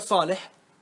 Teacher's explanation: الألف في صالح لا تمال · Term: الإمالة